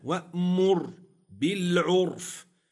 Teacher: قوله وأمر بالعرف، لاحظ معي رآن، وأمر بالعرف، معي راء وقعت طرفا ومعي راء وقعت ساكنة في وسط الكلمة، الراء ساكنة سكون أصلي وقبلها ضم تفخم